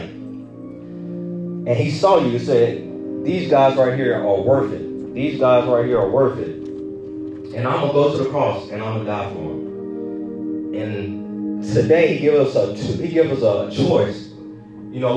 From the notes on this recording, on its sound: This is a recorded message. Preached at a youth service for a church in Hurst, Texas.